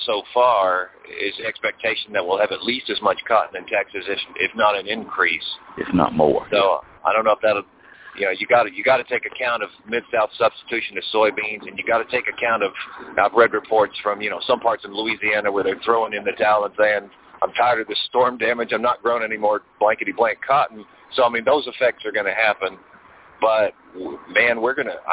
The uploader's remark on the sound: Monthly Conference Call